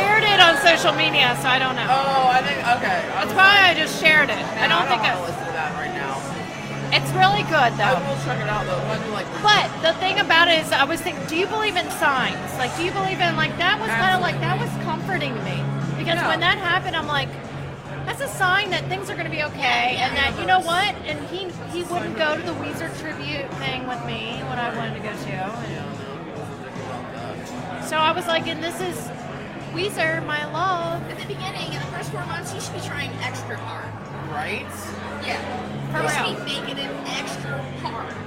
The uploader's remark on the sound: We are LIVE at Braxton Brewing Company in Covington, KY